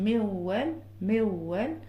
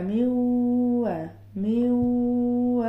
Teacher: نفس الكلام بيتطبق مع الواو لما تكون معاها نون، ما بنطقهاش ميوال ميوال زي كلمة القوة مثلا، ولكن بنطقها ازاي؟ بحول النون لمخرج الواو ولكن معاها غنة النون · Shown in: second take · Term: الإدغام الناقص